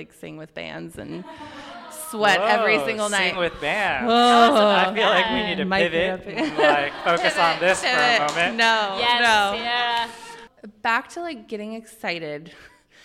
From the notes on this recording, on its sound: As well as a live Q&A from our amazing listeners. A Q&A with our live audience.